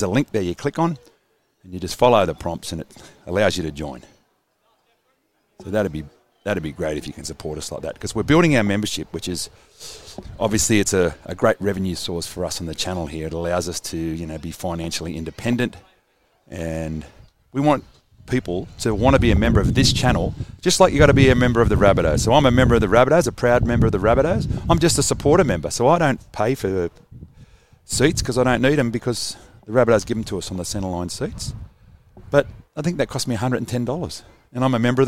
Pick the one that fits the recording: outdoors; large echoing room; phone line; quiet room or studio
outdoors